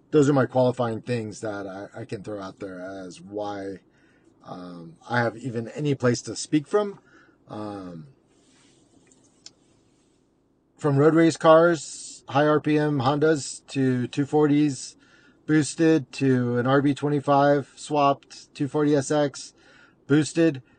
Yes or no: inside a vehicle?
yes